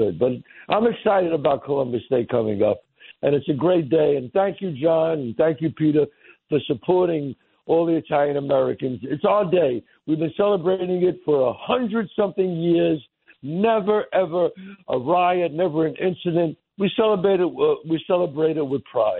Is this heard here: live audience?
no